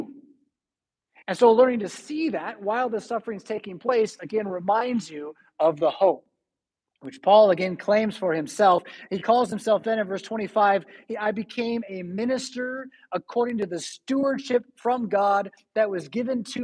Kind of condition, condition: setting, large echoing room